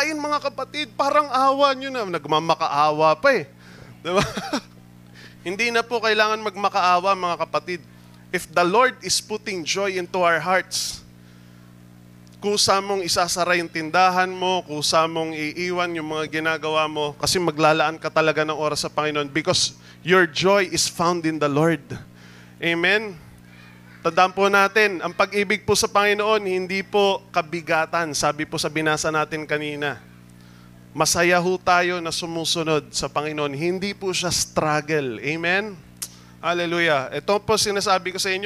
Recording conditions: large echoing room